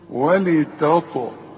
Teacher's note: الطاء هتلاقي عليها سكون، لازم تقلقل · Term: القلقلة